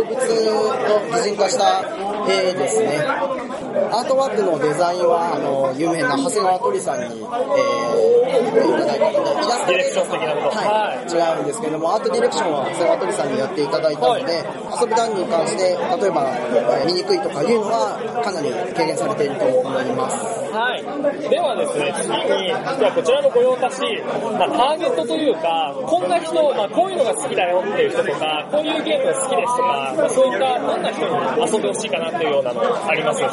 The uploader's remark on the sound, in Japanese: 音量注意！ 環境音が大きいのでご注意ください。今回収録を行ったのは、イエローサブマリン秋葉原RPGショップで開催された『ゲムマ2015秋新作事前体験会』！前回にも増して周囲の音が大きく、お聞き苦しい部分もあるかとは思いますが、重ねてご容赦ください。